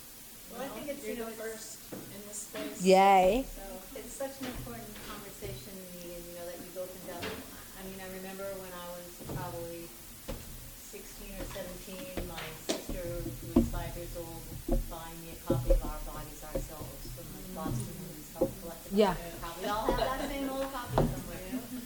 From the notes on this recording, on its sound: During the celebration of the 4th Annual Winter Festival at Gateway City Arts. Recorded at Gateway City Arts, on February 2, 2019.